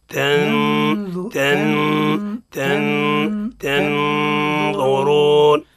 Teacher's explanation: بداية بترقيق ثم تتدرج إلى التفخيم